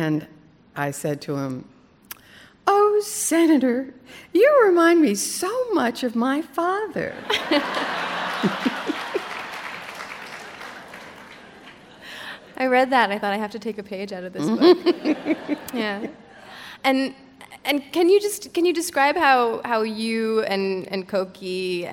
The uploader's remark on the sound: Live On Stage